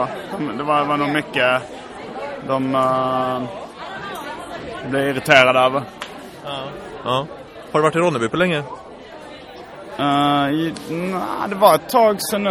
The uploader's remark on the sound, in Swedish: Har bord på Stockholms Internationella Seriefestival. Direkt från försäljningsbordet, mitt i festivalvimlet.